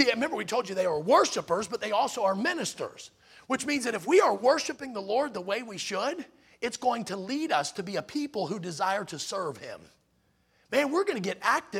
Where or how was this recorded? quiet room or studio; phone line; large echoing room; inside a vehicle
large echoing room